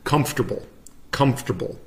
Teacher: We just kind of like skip out the second syllable.